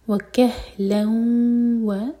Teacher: فی المہدی وکہلن اگین ہے ساکن سینے سے وکہلن و سلائڈنگ تنوین کے بعد واو تو ادغام غنہ کے ساتھ تو میک شیور کی ناک میں آواز جائے اور دو سیکنڈس کا ٹائم دے.